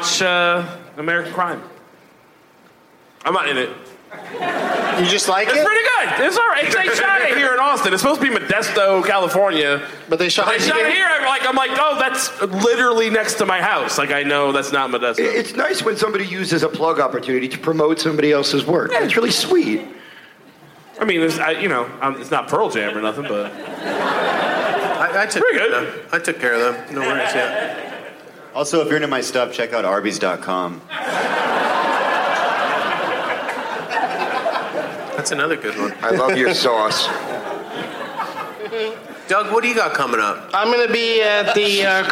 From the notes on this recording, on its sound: Live from SXSW in Austin TX